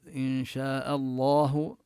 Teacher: إن شاء قلنا نمد بشاء أربع حركات، وهو مد متصل واجب، ونبين الألف من لفظ الجلالة، إن شاء الله نمد بعد اللام